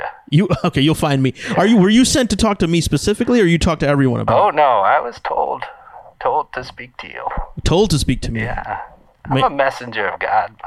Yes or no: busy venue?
no